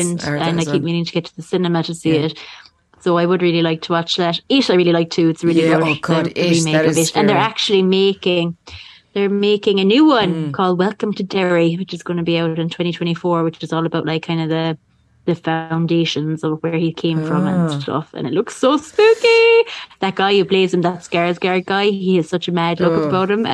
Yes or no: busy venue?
no